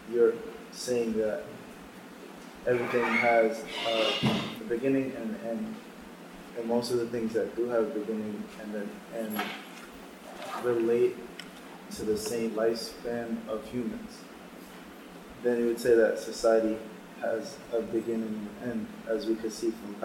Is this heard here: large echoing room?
yes